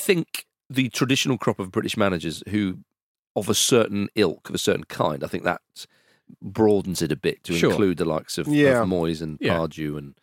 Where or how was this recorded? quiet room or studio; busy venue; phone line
quiet room or studio